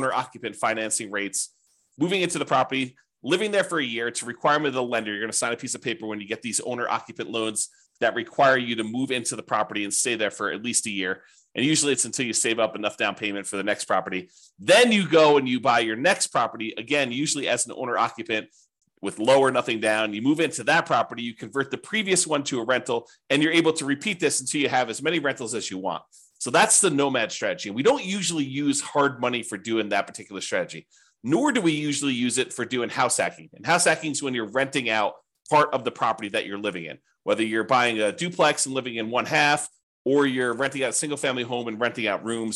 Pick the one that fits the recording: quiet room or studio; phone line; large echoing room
quiet room or studio